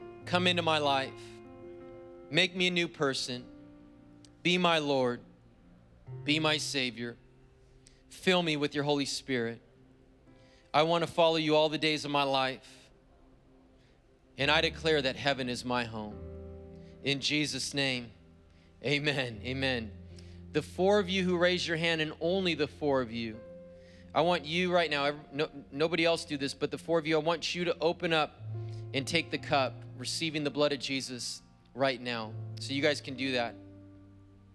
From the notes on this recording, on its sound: was preached on December 12th at the 10AM service